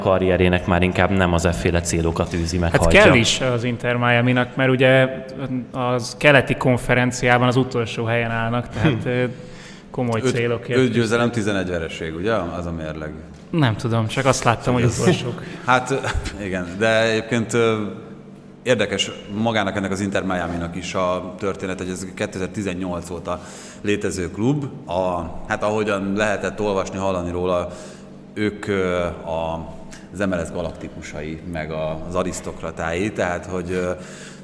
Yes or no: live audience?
yes